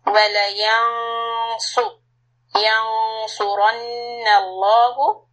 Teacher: the noon of إخفاء followed by letter صاد صاد is heavy so we make the إخفاء heavy